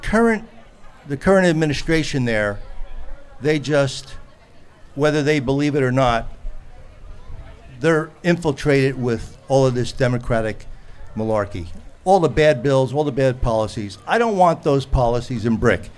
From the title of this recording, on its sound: Live From Jenkinsons In Pt. Pleasant Beach